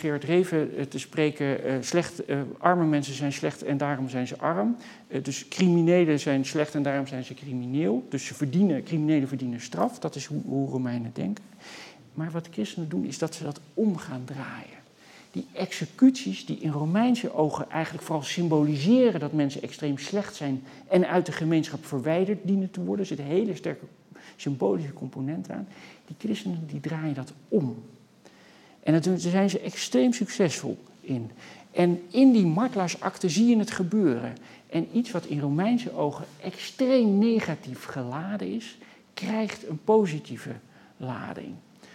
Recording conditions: large echoing room